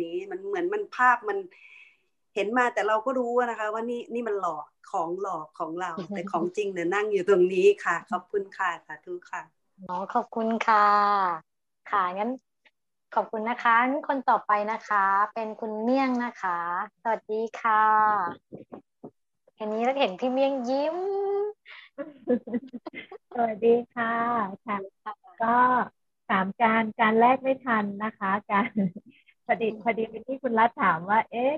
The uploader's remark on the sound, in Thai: คอร์สออนไลน์ (ผ่านโปรแกรม Zoom)